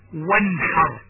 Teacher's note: نون كلمة وانحر ساكنة قد ظهرت من مخرجها بدون غنة من طرف اللسان وما يحاذيه من لثة الثنيتين العليين · Term: الإظهار